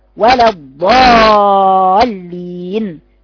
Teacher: اطلعي من اللام بتاعت ولا على ضاد مفخمة